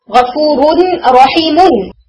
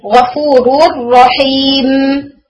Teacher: تو رحیمون وہ جو نون تھا آڈیبل اب وہ موجود نہیں ہے · Shown in: second take